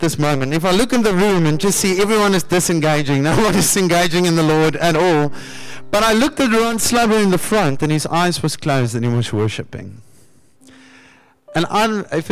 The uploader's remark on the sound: Sunday Sermon. At Joshua Generation Church Wellington AM congregation.